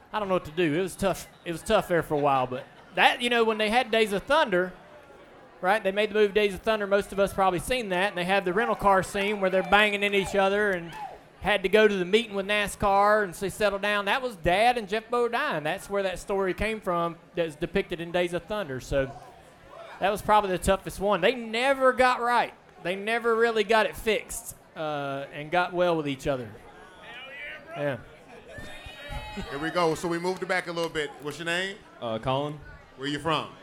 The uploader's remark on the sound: Live from Ole Red in Nashville. It was live, in a bar full of beverages.